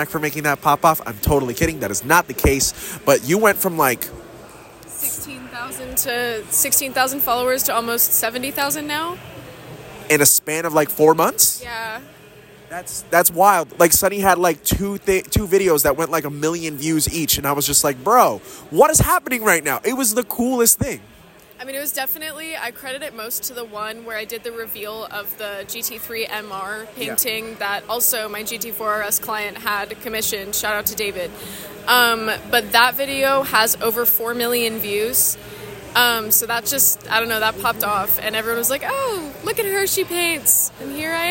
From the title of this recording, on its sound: Live from Barrett Jackson